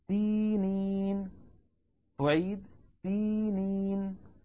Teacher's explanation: الياء الأولى والياء الثانية هما مدان طبيعيان في حال الوصل